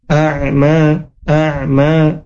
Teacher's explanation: Huruf Ain ketika sukun apa suaranya dialirkan sedikit gitu ya, tawasut, a'ma a'ma, nama panjang harokat, a'malahum fahuwa waliyuhumul yawma walahum walahum azabun alim.